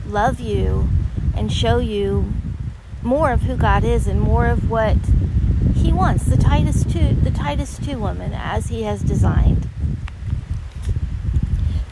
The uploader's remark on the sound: Live from the windy Gulf Shore of swfl today (I apologize for the disturbing wind sound; I won’t podcast from there again!).